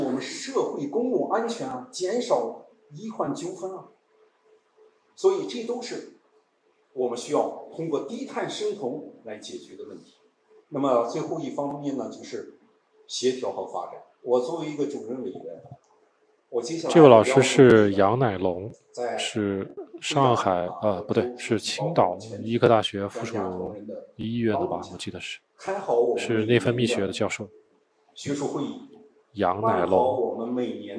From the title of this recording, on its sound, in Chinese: 低碳医学与技术产业协会筹备会现场采访